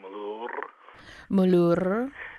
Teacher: it's with that trilled R at the end